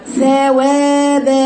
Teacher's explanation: أنا ميلت الثاء وميلت الواو وميلت الباء، ثوابا خطأ، ثلاثة الخطأ ثاء و و با ثوابا ثوابا.